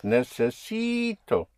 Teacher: You have a vowel at the end, so you push down on the syllable before last, on the penultimate syllable, which makes it necessi.